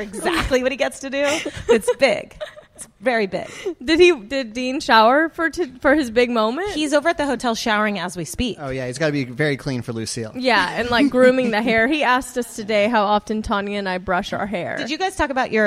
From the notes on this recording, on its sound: We’re live from San Francisco at the Giants Game